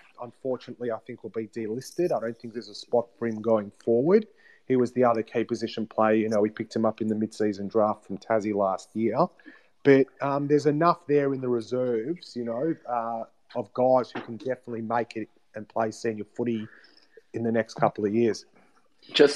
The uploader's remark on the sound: live on Twitter Spaces